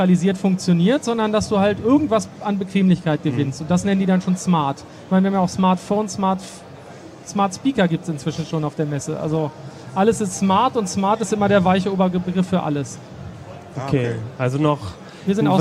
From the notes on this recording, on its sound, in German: Der Podcast wurde erstmals live ausgestrahlt - außerdem ging er zum ersten Mal nicht im Redaktionskeller über die Bühne, sondern mitten auf der IFA. Über den Heise-Messestand.